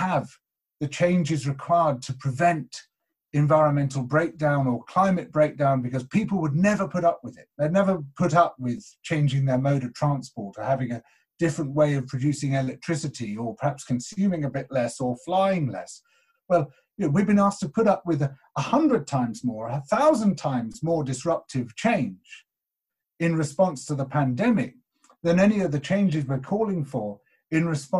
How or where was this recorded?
video call